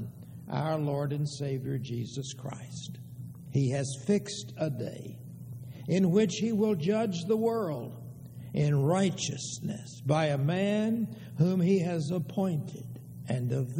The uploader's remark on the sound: Downtown Church Of Christ Audio Sermon.